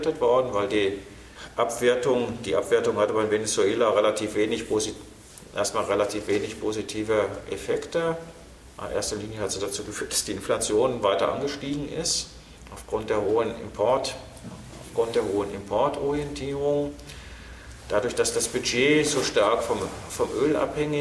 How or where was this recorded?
live audience